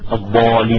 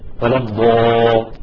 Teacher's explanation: تفخم بعدة أحوال، منها أولا إذا يعني جاءت قبلها حرف استعلاء مثل كلمة ولا الضالين، الضالين خاء خاء، شوفت ملاحظين إنه الألف مفخمة، تمام، مفخم الألف